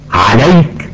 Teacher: ومثل عليك، فاللام والياء حرفان متقاربان، جاءت اللام متحركة والياء ساكنة، لذا كان حكمهما الإظهار